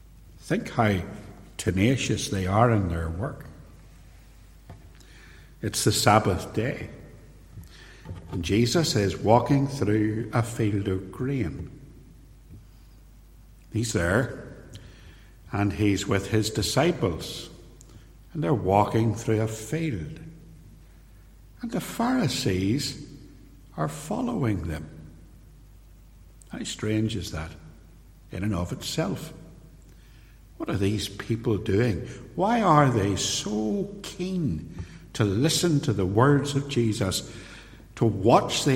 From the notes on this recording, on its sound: In this sermon, preached at Templepatrick Reformed Church